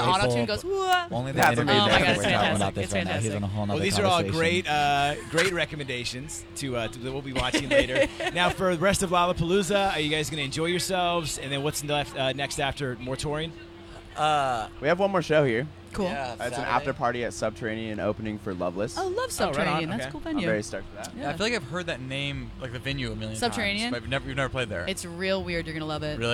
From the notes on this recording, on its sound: The Mix is live backstage at Lollapalooza 2023!